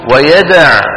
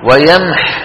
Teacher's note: بالوصل سقطت الواو لالتقاء الساكنين